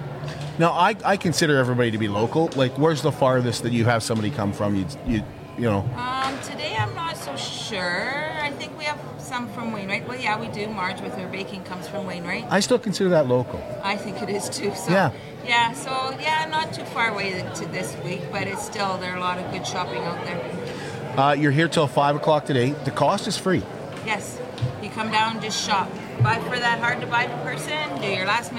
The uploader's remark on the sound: Live from the Border City Farmers Christmas Market at the Servus Sports Centre.